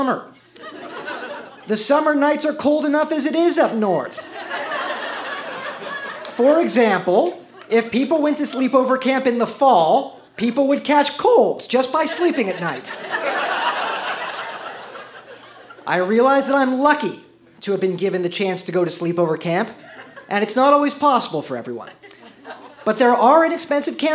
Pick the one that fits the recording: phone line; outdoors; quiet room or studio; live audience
live audience